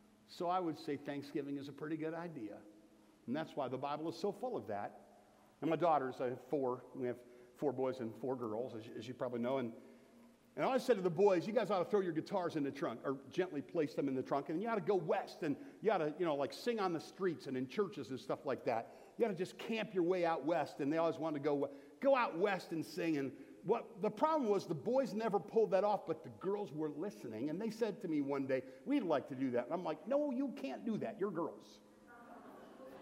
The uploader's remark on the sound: Sermon from Bethel Church in Jackson, Michigan on November 19, 2017. Here is the audio version of my Thanksgiving sermon from Bethel Church in Jackson, Michigan.